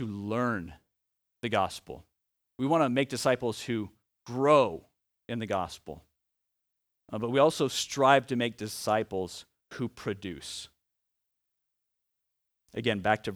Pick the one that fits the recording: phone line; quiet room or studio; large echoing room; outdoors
large echoing room